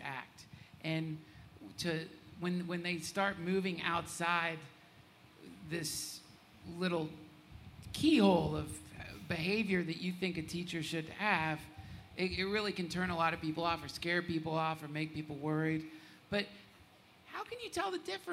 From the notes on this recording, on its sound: Live from the 2017 Spring on Maui Retreat